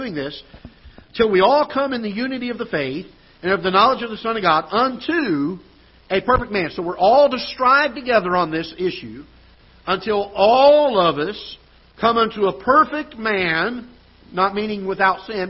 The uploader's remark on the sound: Ketha Heights Baptist Church ~ Live Broadcast.